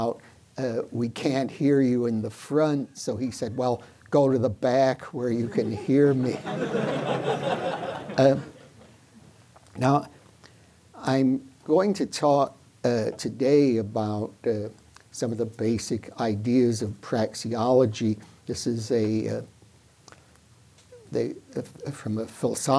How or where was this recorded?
large echoing room